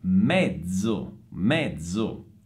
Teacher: mezzo con la Z sonora, quindi non è mezzo, ma mezzo, mezzo.